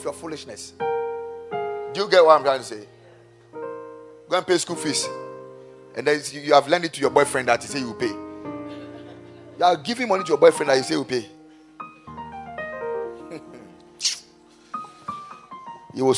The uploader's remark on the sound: Preached at the Kingdom Sight Service